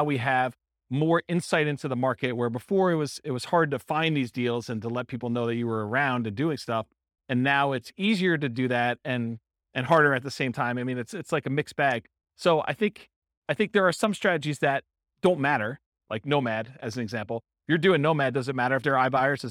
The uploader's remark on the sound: This was a live class recorded. In Las Vegas, Nevada.